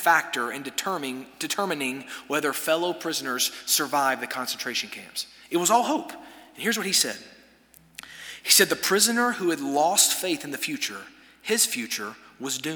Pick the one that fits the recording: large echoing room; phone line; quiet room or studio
large echoing room